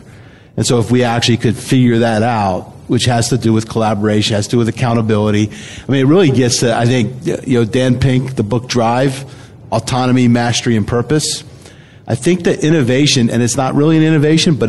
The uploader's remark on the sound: Were at Sage Summit 2017 in Atlanta and recorded an episode (or two) featuring a great panel discussion.